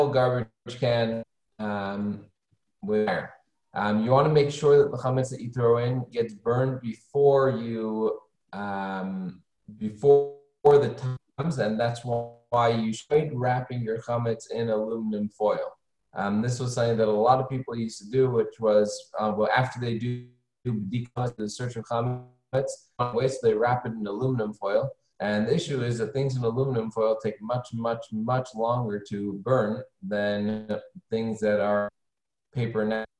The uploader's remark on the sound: Zoom Class.